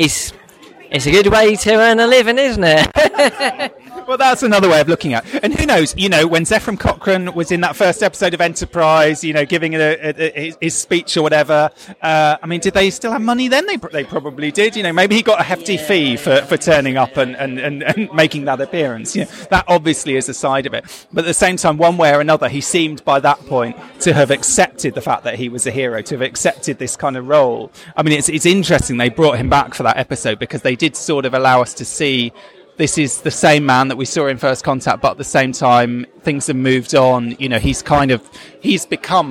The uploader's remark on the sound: In this special episode of Primitive Culture, recorded live at the Destination Star Trek convention in Birmingham, England